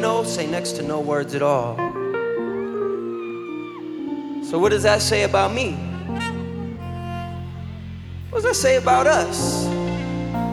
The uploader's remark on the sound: Live in Indianapolis. In other words, they were totally unrehearsed.